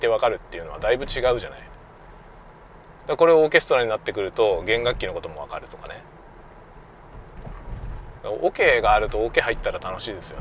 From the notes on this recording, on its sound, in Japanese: 朝のドライブ雑談。久しぶりに車運転しながらしゃべりました。使用マイク：audio-technica AT-9901。Stand.fm。